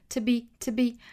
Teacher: 首先 to 弱读成 t